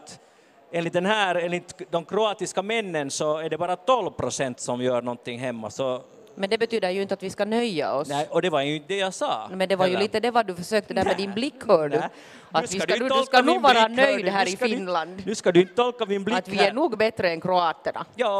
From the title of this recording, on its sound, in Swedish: Podden Live från Bokmässan